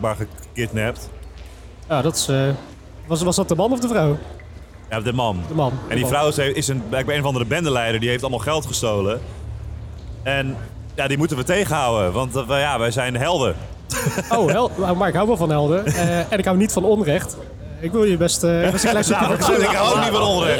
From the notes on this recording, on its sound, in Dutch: Live Special op Dutch Comic Con. Daar deden wij een live show met publiek.